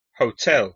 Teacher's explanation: En inglés, el estrés, es decir, la sílaba que se pronuncia más fuerte, es la segunda.